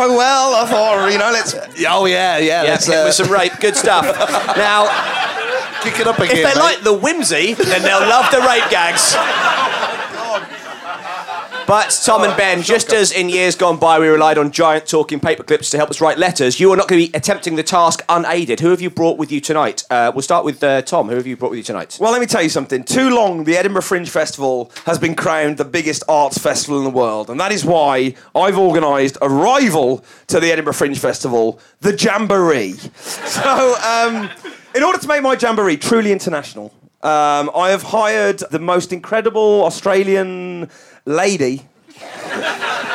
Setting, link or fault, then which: setting, live audience